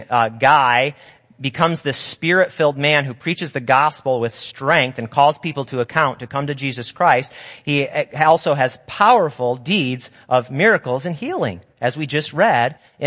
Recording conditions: large echoing room